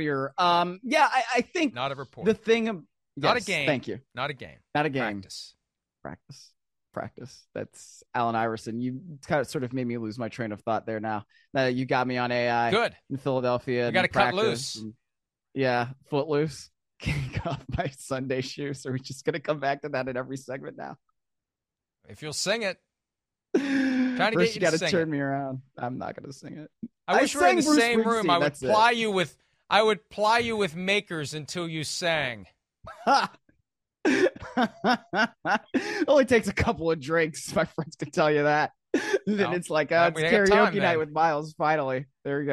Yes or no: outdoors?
no